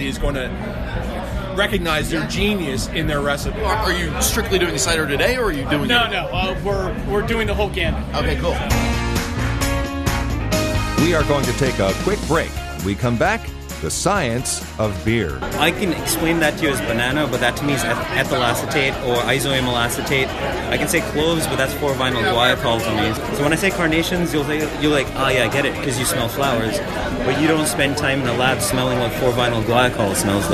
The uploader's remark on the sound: The KYW Beer and Booze Broz go to Spring Mountain for the Holiday Hops Craft Beer Festival to meet a few brewers and recruit some new bros!